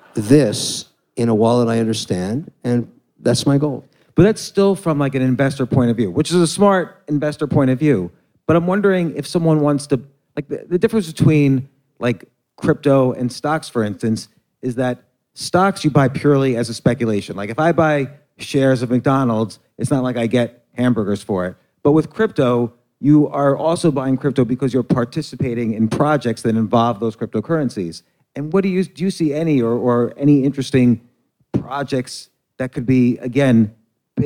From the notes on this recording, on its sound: Live in Las Vegas! In front of a live audience at this year's Web3 Expo in Las Vegas!